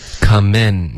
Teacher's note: 结尾的 N 的音你要顶舌尖，不能发 coming in 的这个后鼻音